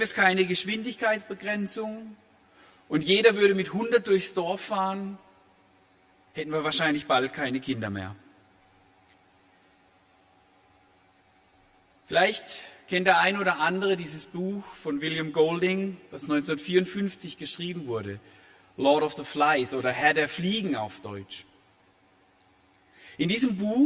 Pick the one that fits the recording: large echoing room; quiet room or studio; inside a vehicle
large echoing room